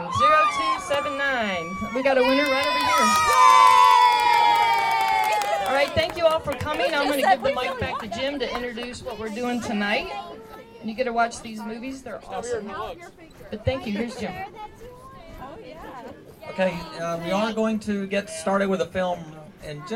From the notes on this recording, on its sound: (Rome, GA). Wanted to capture the energy and excitement from the event the first night and the flashmob the second day. I became a wondering microphone and mainly capture audio from the announcers and the crowd.